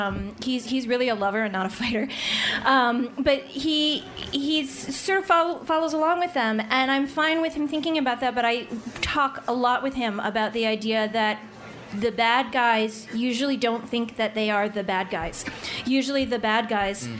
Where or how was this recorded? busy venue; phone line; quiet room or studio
busy venue